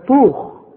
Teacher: ما تقولش بقى توخ، لا، الطاء مفخمة دائما